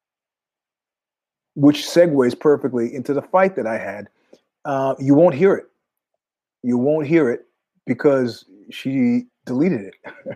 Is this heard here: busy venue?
no